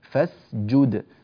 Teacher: في ناس بيحولوا السين إلى زاي بسبب وجود الجيم بعدها، خطأ هذا. فاسجد، السين مع الجيم يخلصان من بعضهما فلا يؤثر أحد منهما على الآخر